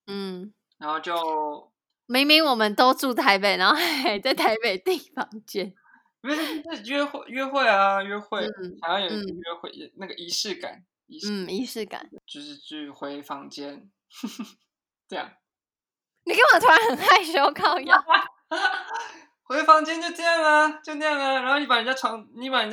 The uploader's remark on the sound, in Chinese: 先跟大家道歉一下音質的部分，遠端錄音的技術還在掌握中。遠在日本。